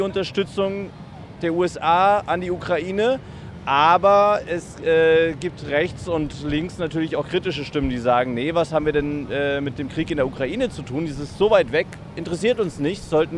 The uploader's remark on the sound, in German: Live aus den USA. Der Podcast wurde am Times Square aufgezeichnet.